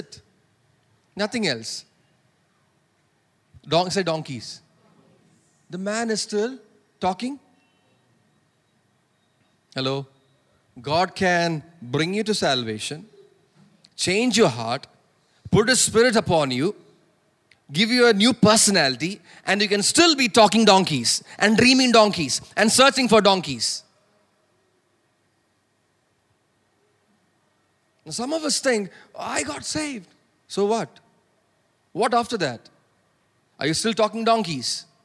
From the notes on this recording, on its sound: preached at Sunday Service on 30 July 2023 at Revelation Church